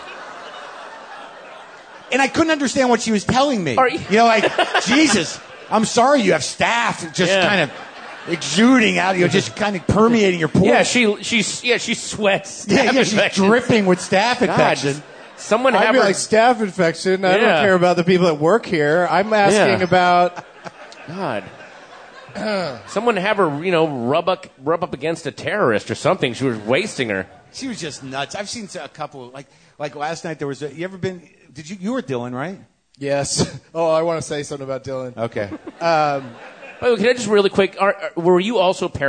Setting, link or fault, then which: setting, live audience